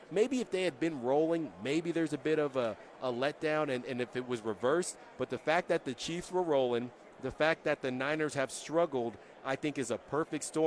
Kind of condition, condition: setting, busy venue